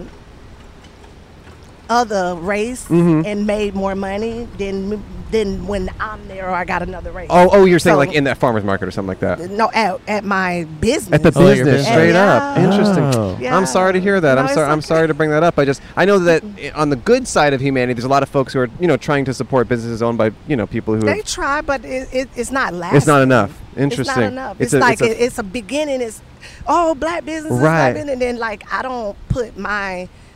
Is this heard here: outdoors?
yes